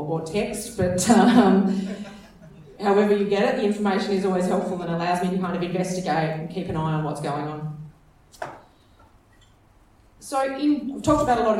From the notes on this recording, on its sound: This is a special edition of Radio Brews News, live from the West Australian Brewers Association Craft Brewers Conference. We didn’t initially plan to podcast the keynote.